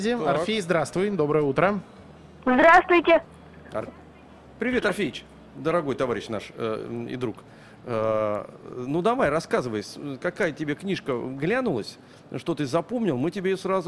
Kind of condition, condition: setting, busy venue